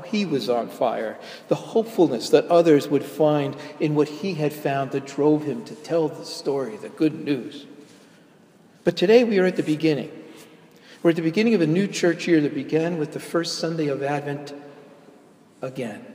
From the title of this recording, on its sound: delivered at Jan Hus Presbyterian Church, NYC